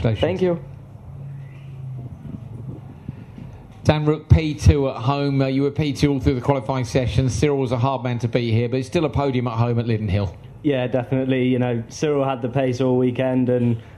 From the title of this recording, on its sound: Podium Press Conference